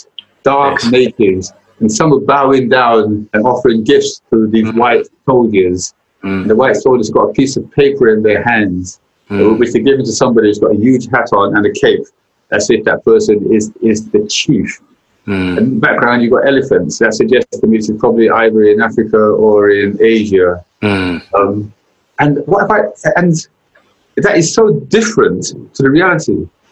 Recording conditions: video call